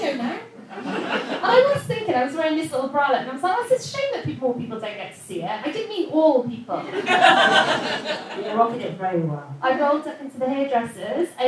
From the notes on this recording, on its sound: Live at Camden Fringe. Recorded live at 2 Northdown, this is the second of our Camden Fringe Live episodes!